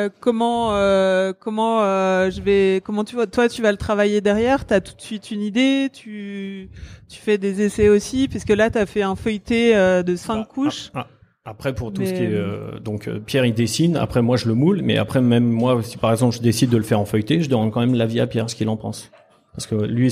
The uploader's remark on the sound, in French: Les APETALKS sont des live savoureux organisés en partenariat avec le Food court des Galeries Lafayette Champs Elysées. Chaque deuxième mercredi du mois, à l’heure de l’apéritif, nous invitons le public à rencontrer les fabuleux artisans qui y œuvrent chaque jour.